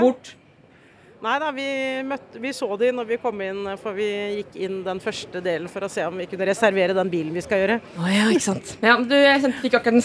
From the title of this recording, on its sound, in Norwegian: live fra IKEA